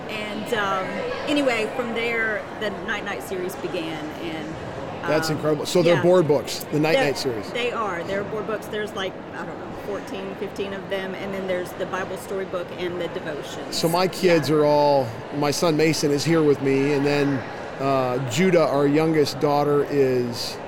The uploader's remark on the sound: LIVE from Christian Product Expo 2022 in Lexington, KY!